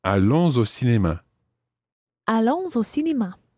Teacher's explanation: you can pronounce the S at the end of allons because it's followed by O